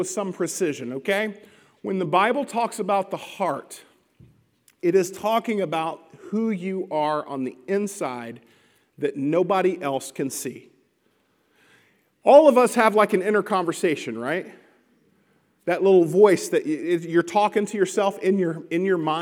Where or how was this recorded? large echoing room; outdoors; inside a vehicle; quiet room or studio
large echoing room